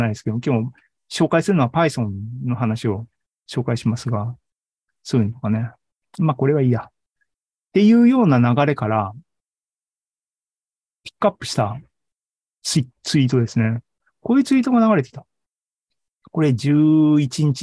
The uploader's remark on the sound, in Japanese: ２０２２年１１月３０日に開催した ZOOMライブの模様です